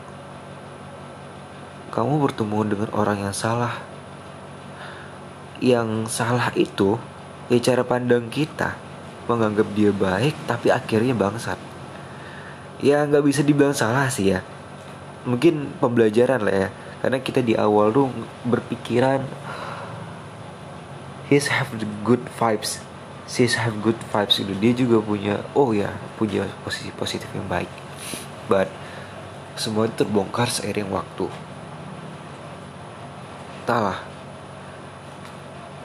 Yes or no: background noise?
yes